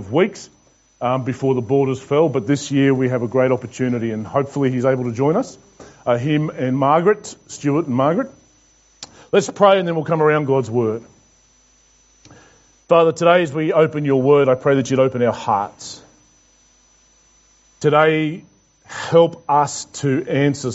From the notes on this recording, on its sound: This message was preached to The Rock Christian Church on Sunday 27th June 2021.